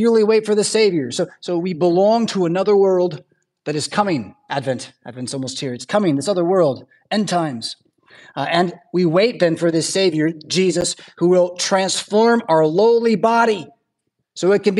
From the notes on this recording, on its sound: Preached at St Paul Lutheran Church , Rockford, Illinois on Sunday November 12th, 2023.